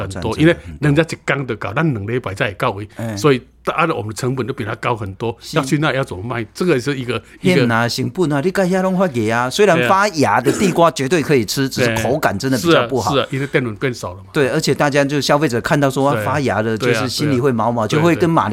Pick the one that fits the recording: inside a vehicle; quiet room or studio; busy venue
quiet room or studio